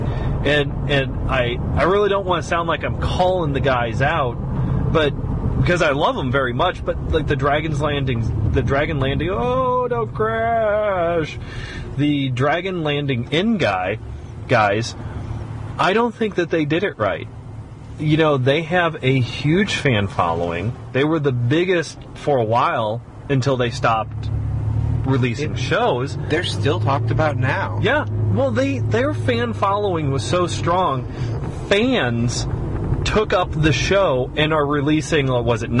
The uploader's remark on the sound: A sort of blog they do during the car ride to the weekly recordings. This one they did with audio only.